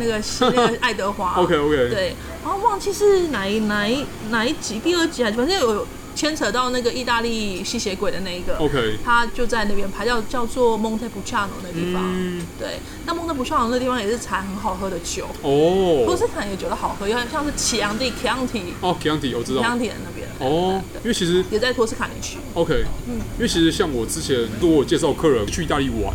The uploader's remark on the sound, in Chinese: 本集白噪音指數：微風級 2/5。錄音地點： Parko Parco 的室外用餐區。